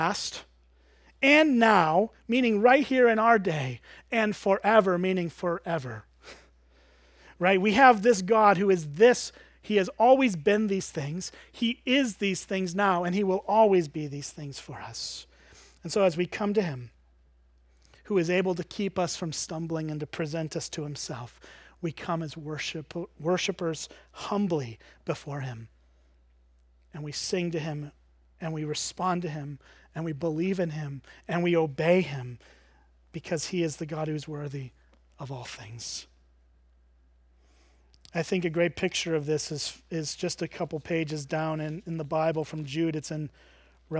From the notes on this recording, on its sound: at Springbrook Church in Antigo, WI